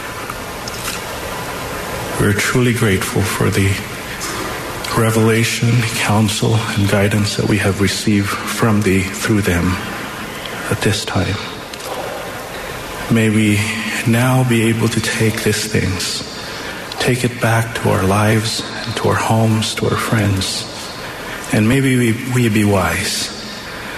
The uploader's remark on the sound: The Sunday Afternoon Session of the 188th Semiannual General Conference of The Church of Jesus Christ of Latter-day Saints.